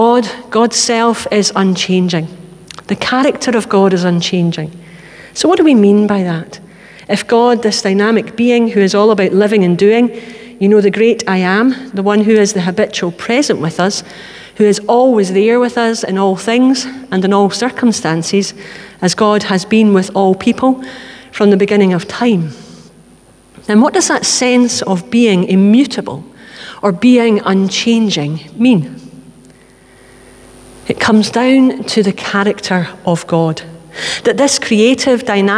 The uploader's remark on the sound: Live at the Old Kirk